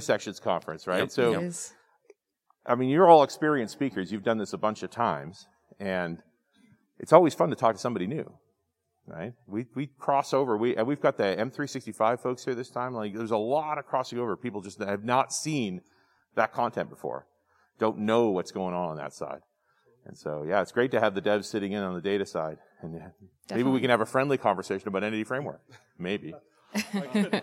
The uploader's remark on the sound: Back in Las Vegas and in person, this is the Q&A session from the SQL Server & Azure SQL Conference. Fielded questions from an audience of database professionals and developers.